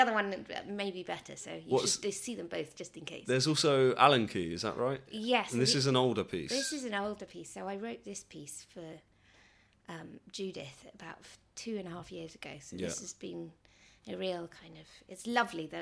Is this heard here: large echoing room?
no